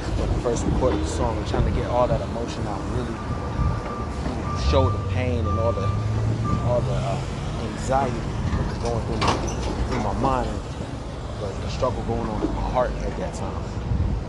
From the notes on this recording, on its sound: Sorry for the loud noises on the train and bus